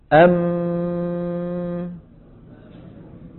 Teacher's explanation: من جهة الفم مقطوع، من جهة الأنف ماشي